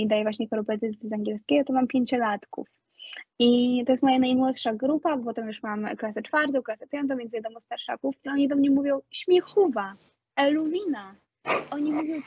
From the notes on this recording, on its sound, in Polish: Odcinek z problemami technicznymi niezależnymi od uczestników nagrania!